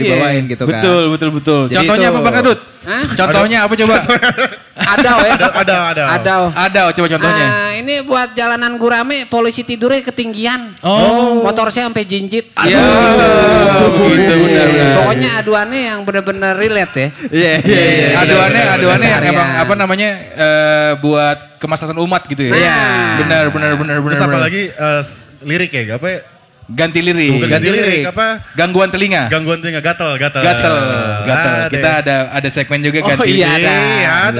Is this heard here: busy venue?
yes